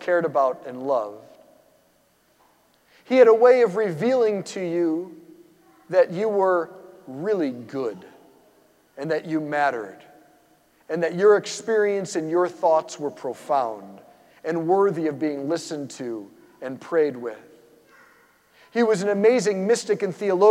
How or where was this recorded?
large echoing room